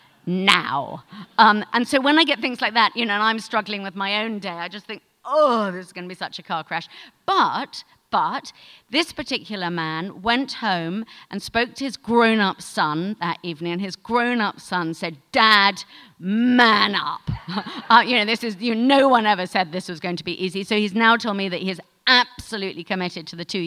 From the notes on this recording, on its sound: she tells the audience at 5x15